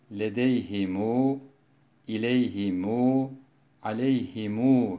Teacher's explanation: cemi zamirli kelimeleri ledeyhimu, ileyhimu, aleyhimu şeklinde sıla yaparak okur